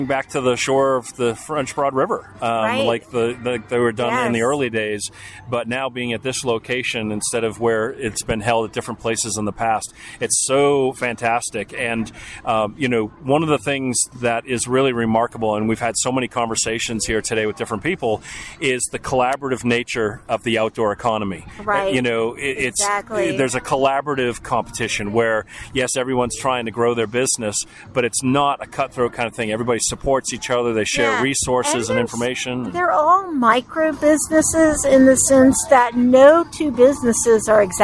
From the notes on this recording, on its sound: Were on location for BizRadio.US for the 2023 Get In Gear Fest, put on by The Outdoor Gear Builders of WNC, Prestige Subaru and more sponsors (including BizRadio).